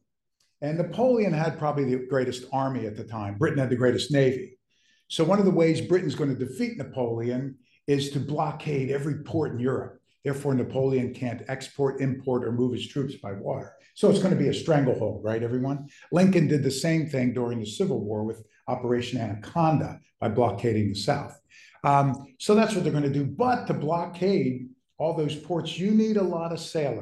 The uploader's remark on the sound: In this lecture recorded September 10, 2023